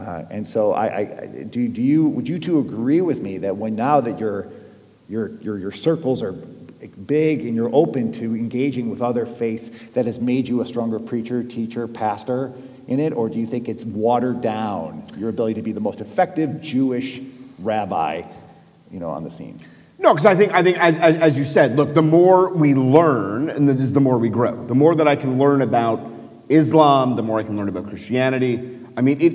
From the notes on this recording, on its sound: Live Interfaith Discussion. Come together for a live taping at St Mary's Episcopal Church.